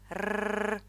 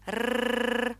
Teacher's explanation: Рот должен быть слегка приоткрыт, кончик языка стоит за верхними зубами, голос звонкий, воздушная струя у губ рукой ощущается как сильная и прерывисто вибрирующая · Term: звук «р»